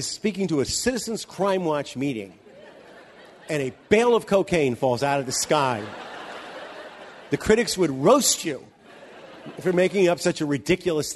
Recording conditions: live audience